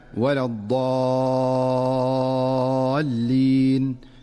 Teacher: فالمد في الألف قبل اللام المشددة مد لازم ومقداره 6 حركات